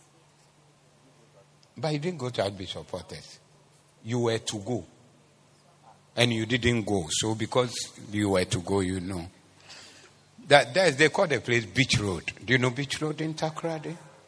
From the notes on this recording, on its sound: Preached at the Doxa Service 14012024